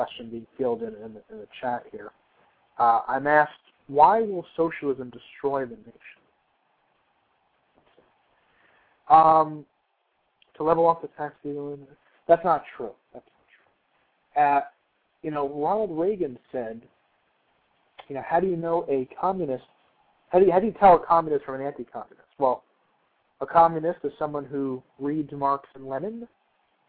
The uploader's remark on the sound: receive a surprise phone call